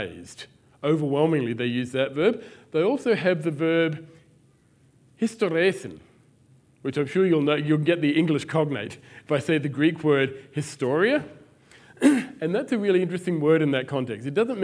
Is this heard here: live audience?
yes